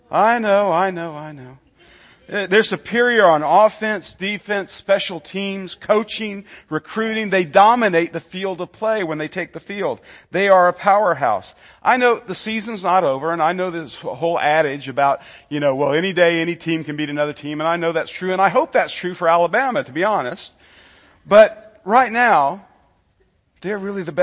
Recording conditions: large echoing room